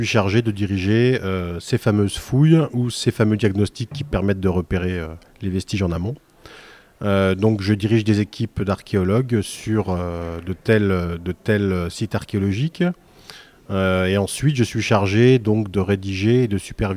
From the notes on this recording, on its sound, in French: Des lycéens de seconde en option patrimoine au lycée Saint-Exupéry de Saint-Dizier ont réalisé une émission en direct de l'espace Camille Claudel sur l'exposition l'Austrasie.